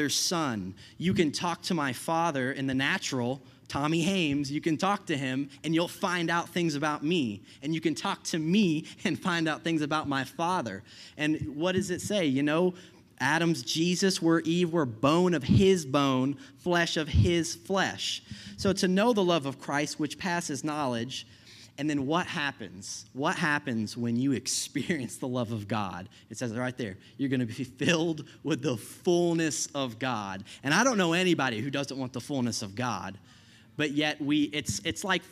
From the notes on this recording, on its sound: I preached this message at Healing Grace Church